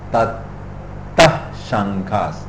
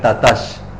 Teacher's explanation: You can hear the H because of the break in the sound. · Shown in: first take · If the H is not there, it will join with the S.